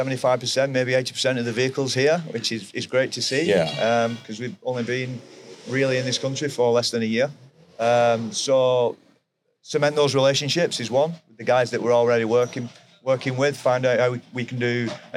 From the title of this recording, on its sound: LIVE FROM NATDA